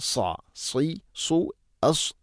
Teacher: സ്വാദുച്ചിരിക്കുമ്പോൾ നാവിൻ്റെ മധ്യം അണ്ണാക്കിലേക്ക് ഉയർന്നു നിൽക്കണം.